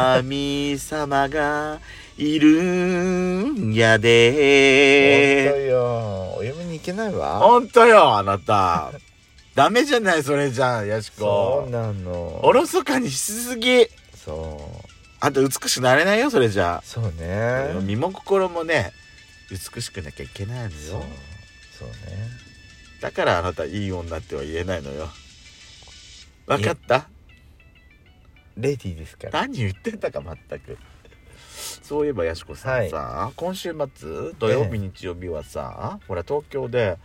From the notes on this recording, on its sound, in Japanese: パーキング収録